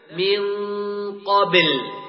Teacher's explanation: تفخم الغنة في الإخفاء الحقيقي إذا كان حرف الإخفاء من حروف الاستعلاء السبعة